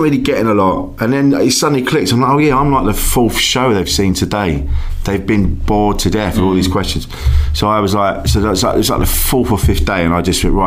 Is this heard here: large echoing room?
no